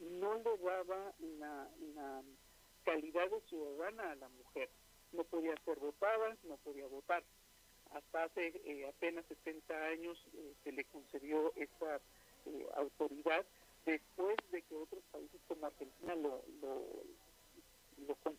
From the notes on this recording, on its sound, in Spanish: entrevistamos vía telefónica